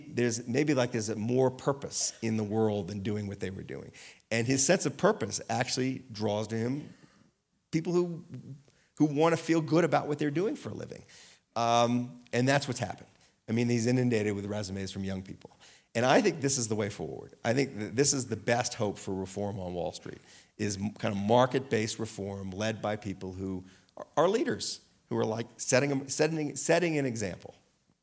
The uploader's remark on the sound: Recorded live at Aspen Words.